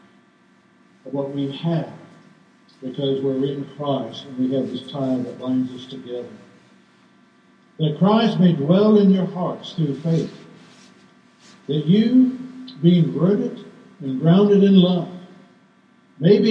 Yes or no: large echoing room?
yes